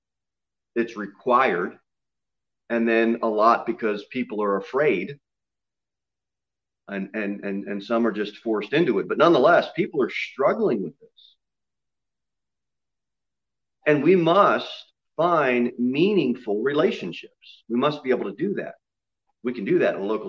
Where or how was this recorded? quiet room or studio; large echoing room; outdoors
large echoing room